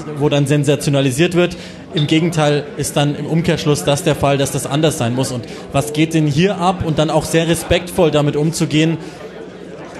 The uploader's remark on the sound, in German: Die erste Rasenfunk-Live-Folge! Das erste live vor Publikum aufgezeichnete Tribünengespräch fand im Rahmen des tkschland in München statt. Dank der Location im Stadion an der Schleißheimer Straße wurde aus dem Tribünengespräch ein Tresengespräch. Die Rahmenbedingungen waren etwas anders als sonst und dementsprechend ist diese Folge kürzer als gewohnt, vielleicht auch ein bisschen lauter im Hintergrund, aber so ist das eben: live ist live.